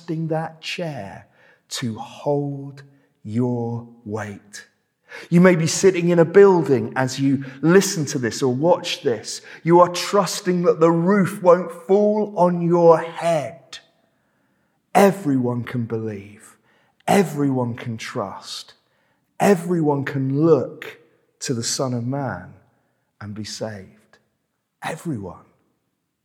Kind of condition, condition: setting, large echoing room